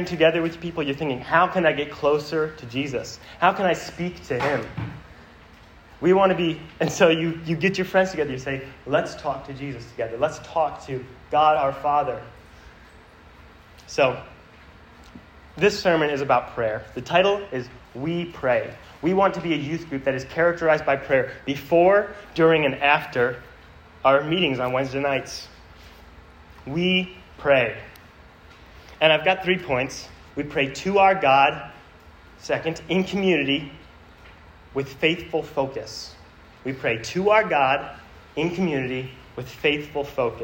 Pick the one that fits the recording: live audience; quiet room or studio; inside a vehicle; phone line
live audience